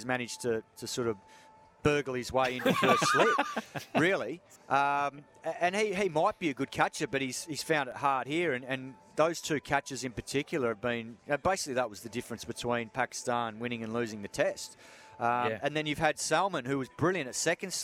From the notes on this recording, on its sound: joins the boys live from the SCG